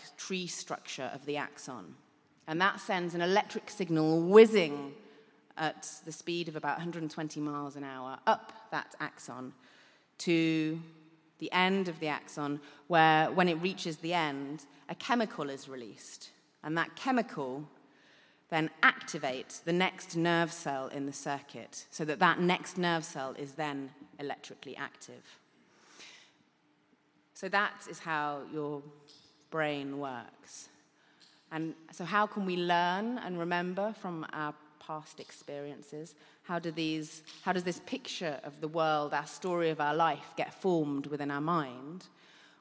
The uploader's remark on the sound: The 5x15 audience. Recorded at EartH (Evolutionary Arts Hackney) in London in September 2018.